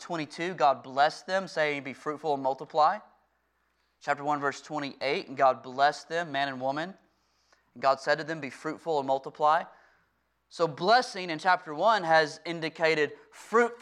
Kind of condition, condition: setting, large echoing room